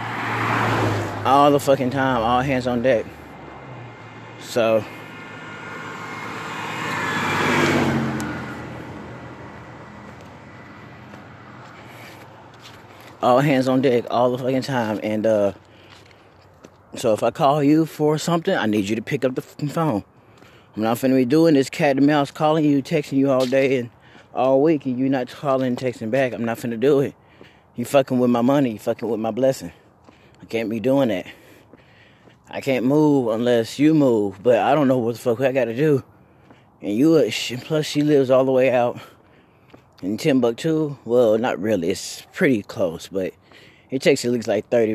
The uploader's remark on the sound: Up walking and talkin